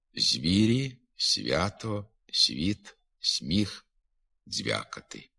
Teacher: Звуки «з», «с», «ц», «дз» можуть пом'якшуватися і перед напівпом'якшеними губними.